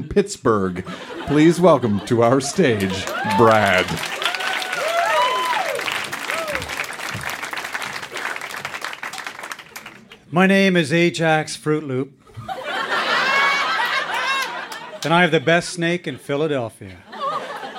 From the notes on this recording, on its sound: Recorded live at Yuk Yuk's in Ottawa, ON.